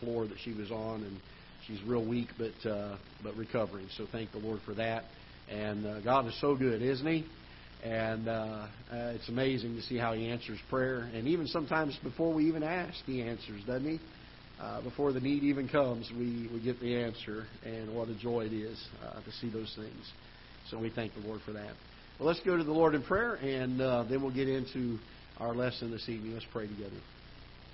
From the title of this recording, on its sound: Ketha Heights Baptist Church ~ Live Broadcast